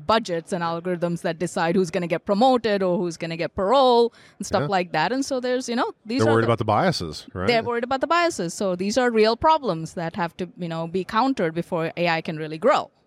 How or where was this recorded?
busy venue